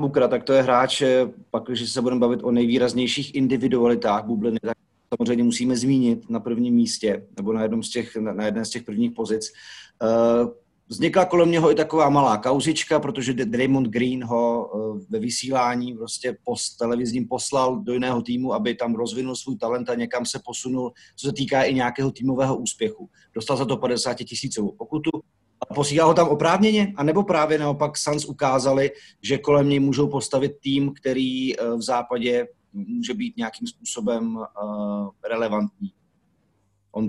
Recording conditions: video call